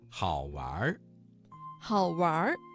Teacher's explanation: 这个词当中的玩加了一个卷舌音，形成了儿化音